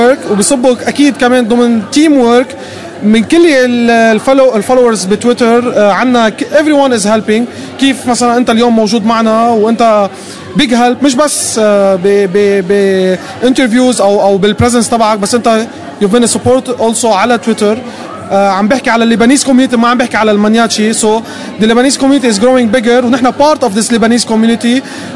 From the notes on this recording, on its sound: Last Friday, the lebanese geeks community met at GeekFest Beirut that was un-organized by the maniachis. I was there with my recorder.